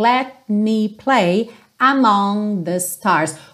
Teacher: o let, você não ouve com clareza o T, o que normalmente acontece no inglês americano, especialmente quando eu tô indo para um M, certo? Porque eu já tô fechando a boca pro M.